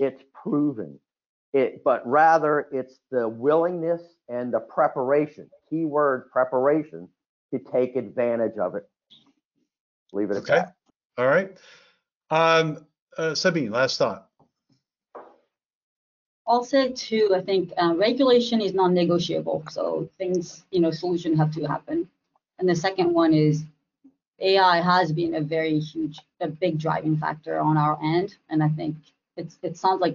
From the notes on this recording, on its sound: Realcomm Webinar.